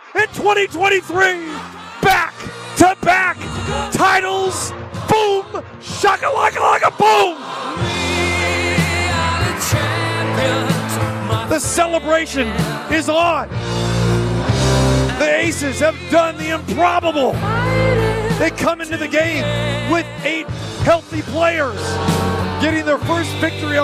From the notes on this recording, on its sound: Live from the Super Book at Westgate Las Vegas.